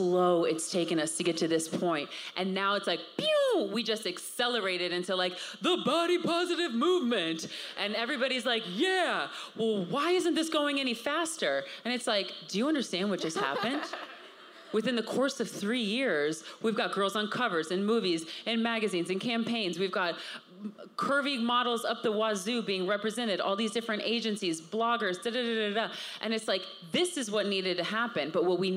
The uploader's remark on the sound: LIVE from #CreateCultivateNYC. Coming live from the #CreateCultivateNYC main stage.